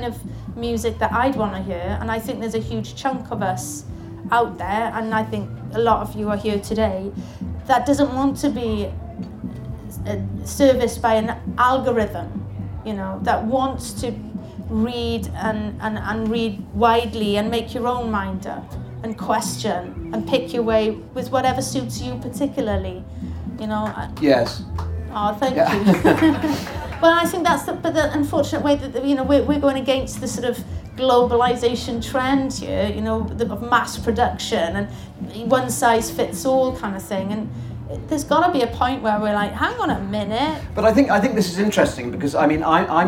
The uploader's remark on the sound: In front of several hundred people at The Good Life Experience 2017. The audience join them in a sing-along.